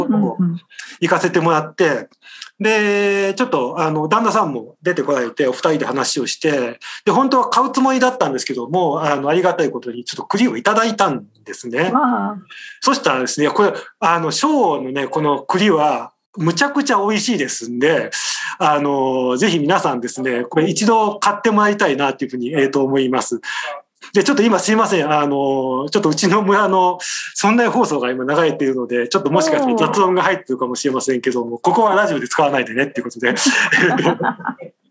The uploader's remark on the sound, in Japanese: みんなでつくる中国山地百年会議 の会員限定で開かれる 市 （オンライン交流会）での公開収録。